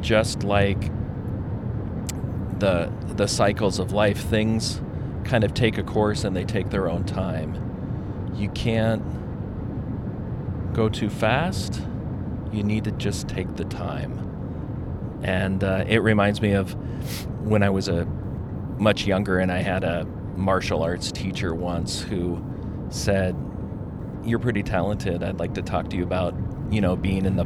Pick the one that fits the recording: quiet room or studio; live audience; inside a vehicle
inside a vehicle